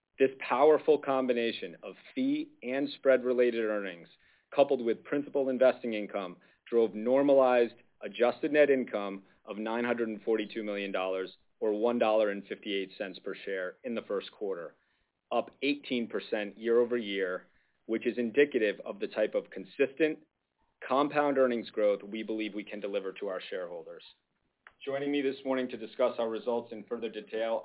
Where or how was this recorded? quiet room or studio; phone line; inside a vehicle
phone line